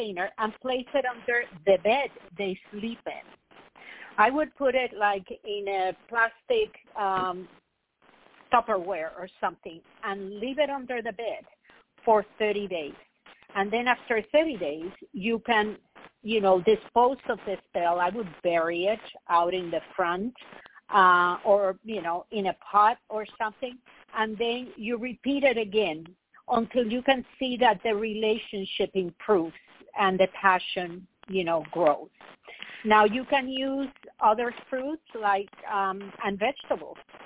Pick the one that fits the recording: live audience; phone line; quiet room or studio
phone line